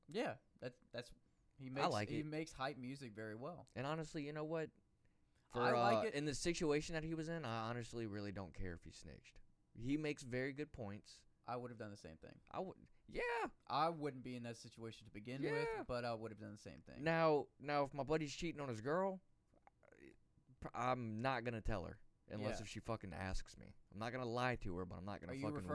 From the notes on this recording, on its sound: sorry about the audio its really low